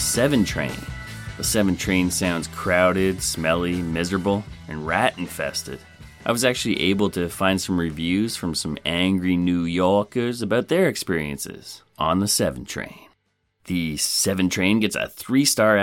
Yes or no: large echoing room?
no